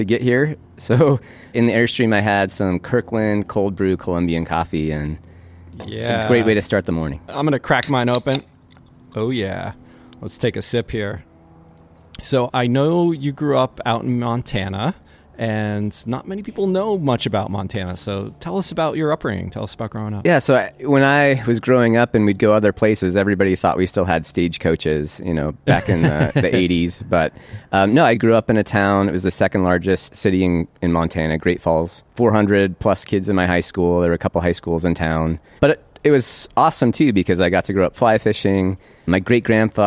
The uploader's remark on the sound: Recorded October 23, 2020 in Fort Yargo State Park, GA.